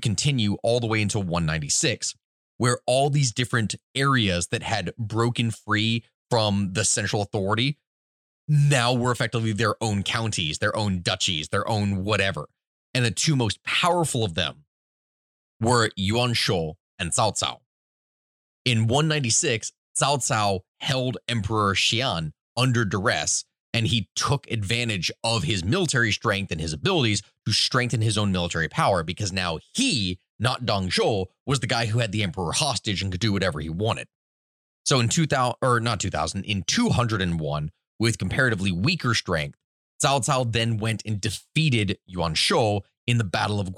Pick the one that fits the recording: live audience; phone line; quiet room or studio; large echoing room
quiet room or studio